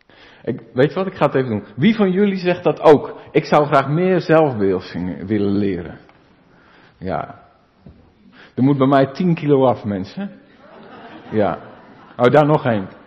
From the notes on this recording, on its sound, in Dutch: De preek is op 26 juni opgenomen in De Maranathekerk in Groningen.